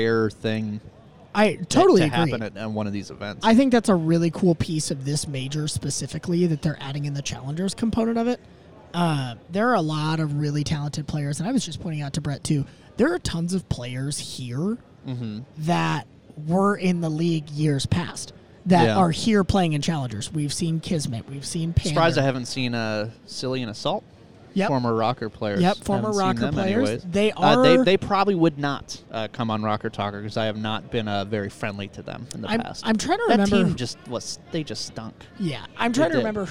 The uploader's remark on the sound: LIVE (at the time) from the Major II Tournament at Mystic Lake!